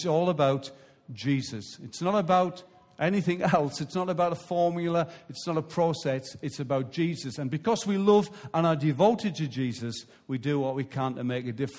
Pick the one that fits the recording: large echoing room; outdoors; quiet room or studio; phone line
large echoing room